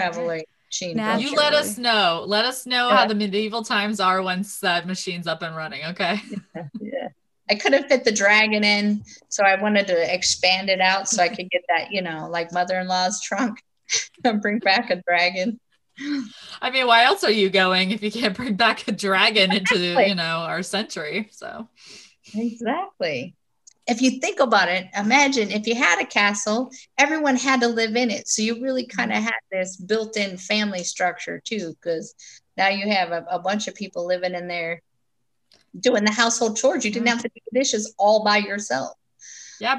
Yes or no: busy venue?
no